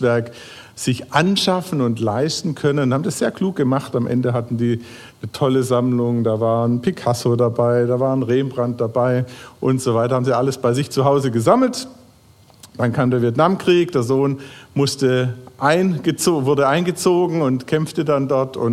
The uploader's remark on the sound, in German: Crossline Gottesdienst Predigt. Predigt vom Gottesdienst am 10.